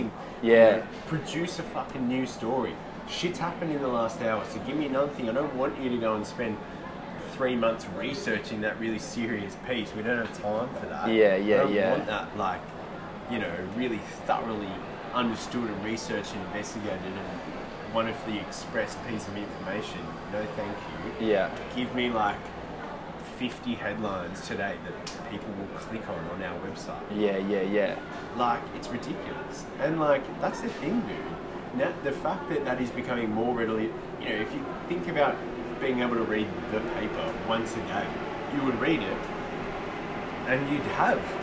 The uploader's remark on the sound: LIVE FROM CHATSWOOD STATION. We recorded this episode after a long full day at the cafe in chatty, and figured the excitement of peak hour commuters surging through the station would be an appropriate backdrop for us to share in some mutual 21st-century delirium.